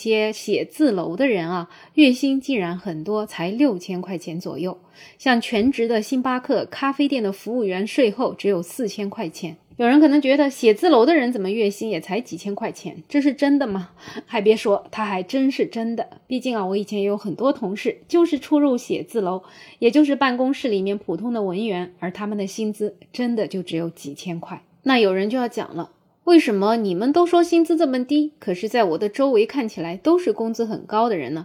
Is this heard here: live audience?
no